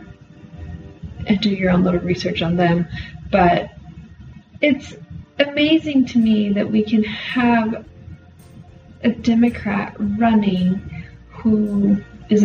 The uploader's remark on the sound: The poor sound quality this week.